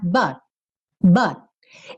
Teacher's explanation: Eu cheguei a botar a língua no céu da boca, onde eu faço o T, mas eu nem fiz o T, T, o som mesmo, tá?